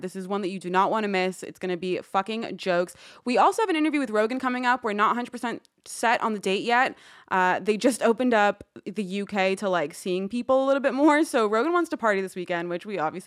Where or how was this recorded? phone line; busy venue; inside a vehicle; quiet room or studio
quiet room or studio